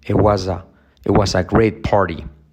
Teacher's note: It was, la I como E, it, pero la T no se pronuncia.